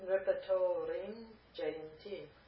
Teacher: The dental na changes to a palatal nya before the palatal ja.